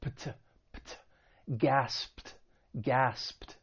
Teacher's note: So in the past, it's going to end with ed. And because that final p sound is voiceless, the ed is going to take on a t sound. So we have the p sound followed by the t sound, which can be a little difficult.